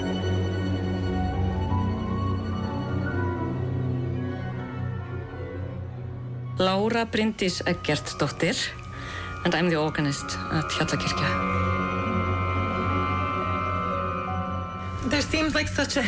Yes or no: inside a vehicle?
no